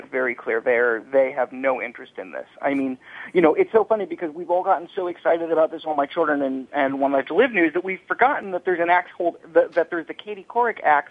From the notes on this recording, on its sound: This week, the topic is up for grabs as the phone lines are opened up to fans.